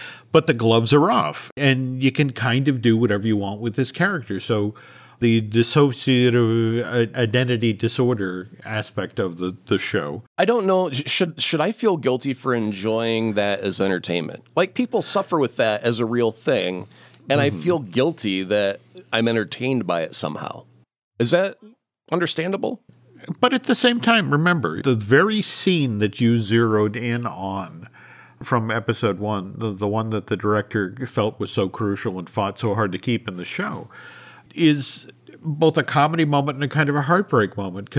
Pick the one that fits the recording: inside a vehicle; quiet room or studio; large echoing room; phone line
quiet room or studio